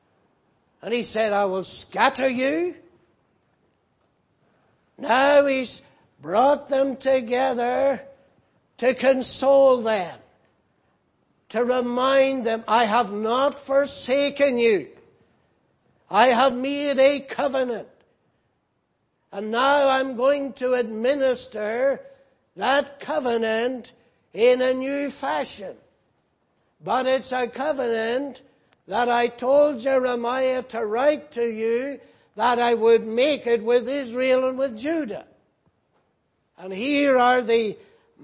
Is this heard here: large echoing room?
yes